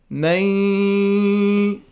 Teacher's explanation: you have to prolong this ghunna sound. At least two counts.